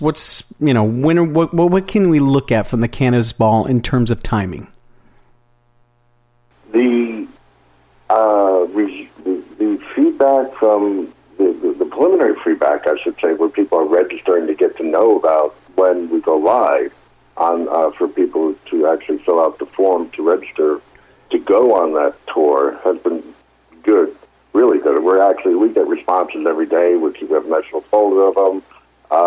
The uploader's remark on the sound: Is featured live on SmallCapVoice for the April 4th Investor Conference Call.